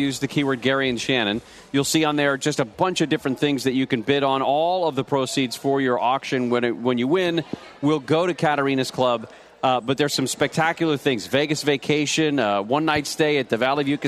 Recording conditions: busy venue